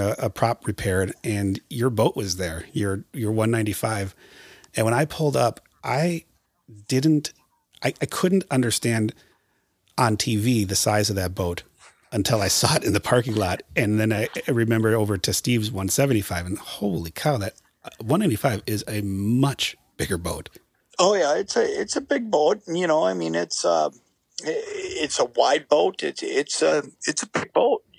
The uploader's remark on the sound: We are also joined in studio by guest host. Joins over the phone from quarantine jail.